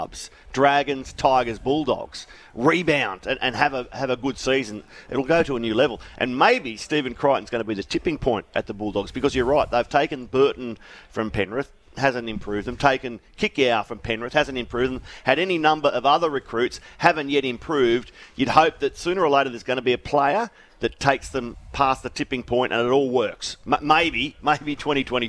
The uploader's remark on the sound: LIVE from Wollongong Golf Club